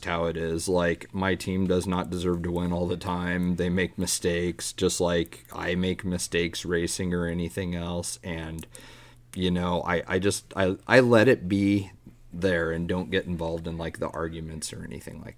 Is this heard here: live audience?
no